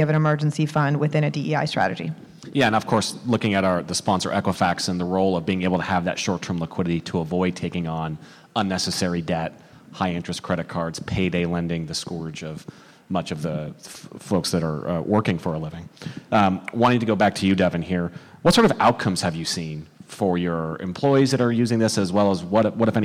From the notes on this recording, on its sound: This recording is from Fintech Nexus USA held at the Javits Center in New York City on May 10-11, 2023. From the Financial Health and Inclusion track.